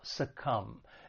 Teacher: it has two syllables and the stress is on that second syllable, succumb. And just keep in mind, there is a silent B at the end of the verb, to succumb.